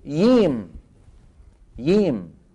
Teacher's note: وكلا القبائل في اليمن، يعني من قبائل اليمن من يقول الجيم ييم، ييم بيقلبوا ايش؟ يا. بعضهم بيقول جيم، الجيم.